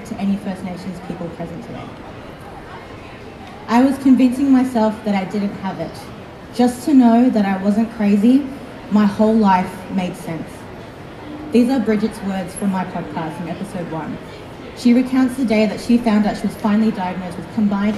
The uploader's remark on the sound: At the Sydney Disability Expo. Apologies for the background noise. Presented and recorded live.